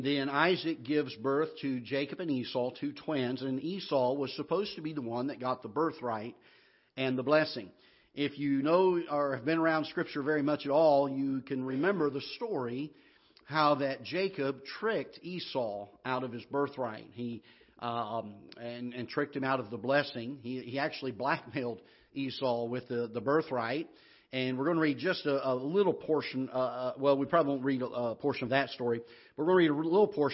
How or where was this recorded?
large echoing room